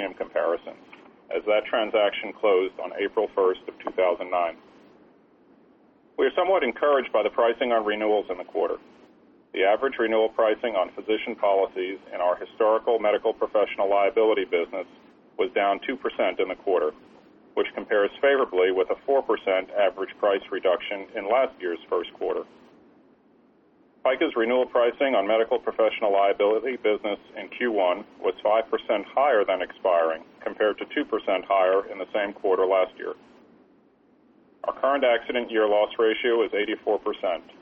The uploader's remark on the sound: ProAssurance Earnings Conference Call